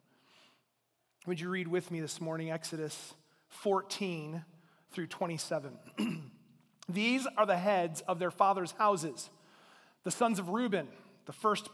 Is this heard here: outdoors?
no